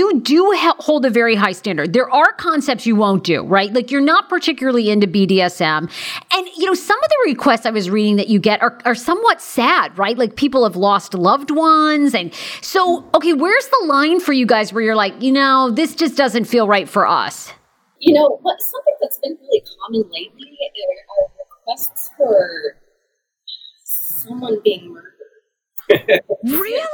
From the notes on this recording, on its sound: (DISCLAIMER: The audio quality isn’t great!!).